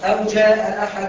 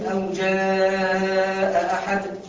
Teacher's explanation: طيب المد المتصل اربع حركات · Shown in: second take